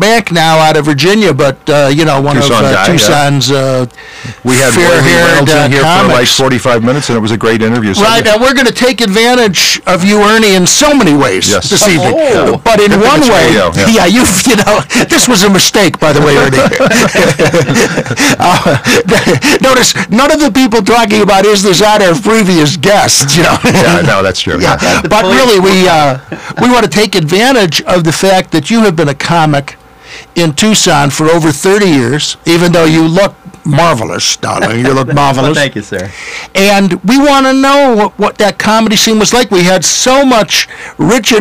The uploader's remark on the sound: Broadcast on KMKR (99.9 FM/Tucson). Apologizes for some audio feedback issues at the start of the show.